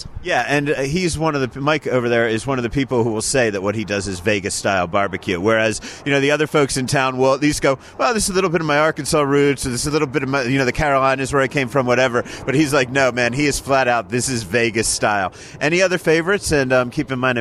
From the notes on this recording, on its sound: recorded this episode at Little Avalon, the coastal cuisine casual joint in Village Square, the shopping complex at West Sahara & Fort Apache